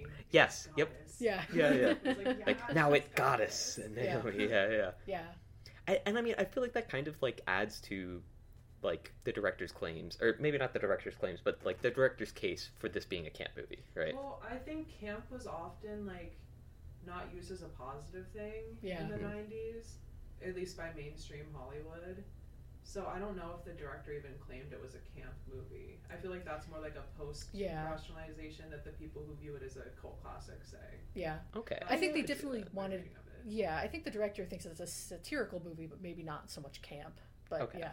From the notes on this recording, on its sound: Recorded in person. The audio is a little rough here.